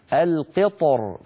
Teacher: يفخم الطاء ثم مباشرة وأيضا يفخم الراء لأن الحالة الأولى التفخيم القطر، فيجمع بين مفخمين القطر باللطف من غير تكلف.